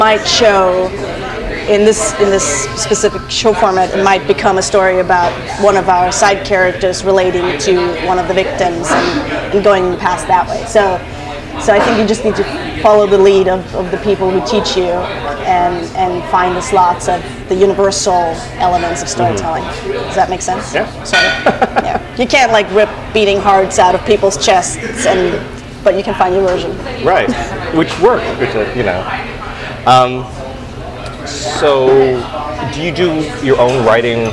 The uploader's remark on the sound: This episode was recorded live.